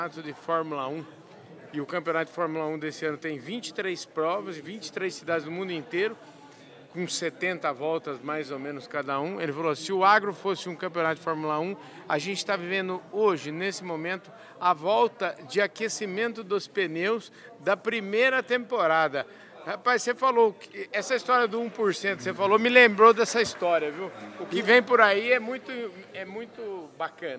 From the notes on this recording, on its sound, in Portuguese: Prosa boa gravada durante o “ Diálogos Boi na Linha”, evento promovido pelo Instituto Imaflora, em Marabá, no Pará.